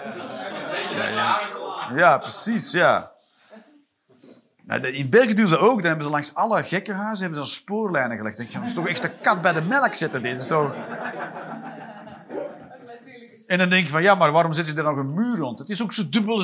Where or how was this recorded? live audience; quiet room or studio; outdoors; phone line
live audience